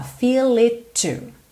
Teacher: Então, do feel pro it, eu junto no L, feel it. Do it pro to, eu junto num T só.